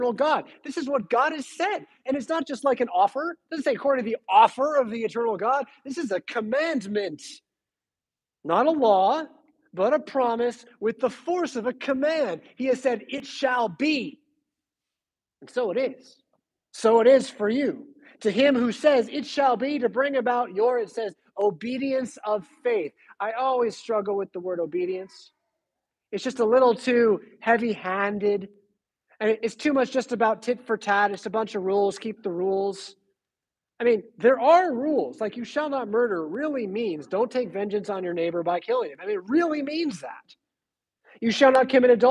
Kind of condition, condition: setting, large echoing room